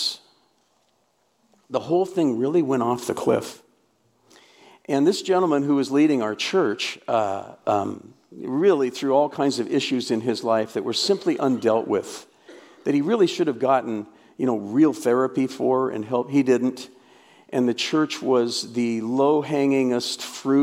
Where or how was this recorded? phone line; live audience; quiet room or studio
live audience